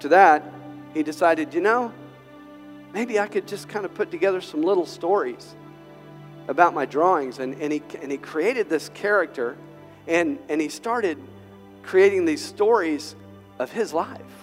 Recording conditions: large echoing room